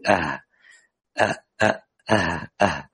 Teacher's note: أقصى الحلق ماذا يخرج منه؟ الهمزة والها. أقصى الحلق، لو كل واحدة منا الآن تقرأ مع نفسها وتقول أه أه أه أه، هذا الموضع هو أقصى الحلق.